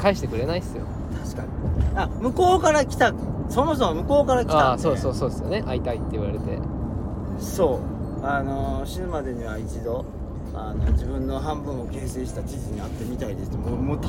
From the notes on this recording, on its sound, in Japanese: 大阪から和歌山白浜に向かう車中で録音しました。